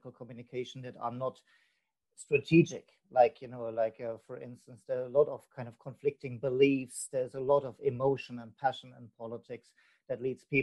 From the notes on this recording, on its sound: This podcast was recorded via ZOOM app.